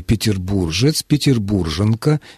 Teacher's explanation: Здесь закономерно происходит чередование «г» и «ж», потому что перед гласным переднего ряда звук «г» может чередоваться.